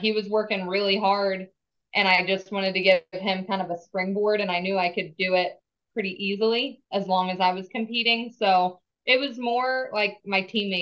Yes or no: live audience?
no